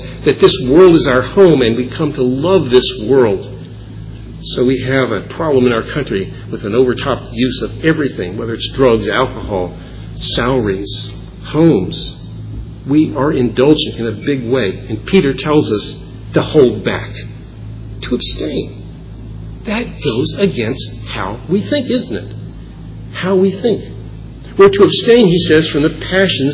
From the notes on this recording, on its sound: Originally preached at Bethel Reformed Presbyterian in Fredericksburg Va.